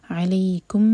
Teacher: میم کو جوڑیں گے اور پھر میم کو ہولڈ کریں گے، میم پر شدہ ہے، 2 سیکنڈز · Term: ادغام شفوی